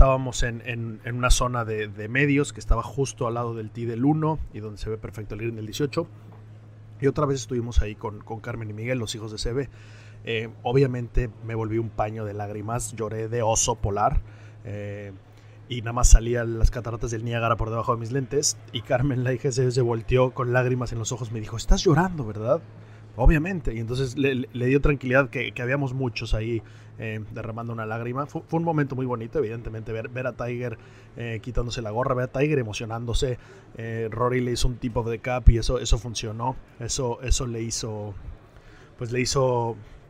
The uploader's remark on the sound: Live from The Open